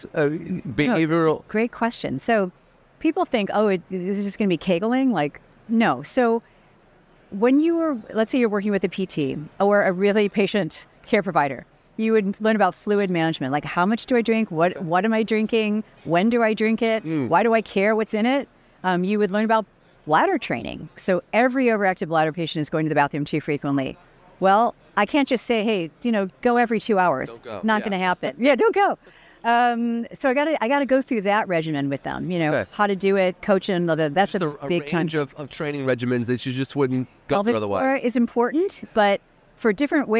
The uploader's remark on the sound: which was recorded at the ViVE 2023 conference in Nashville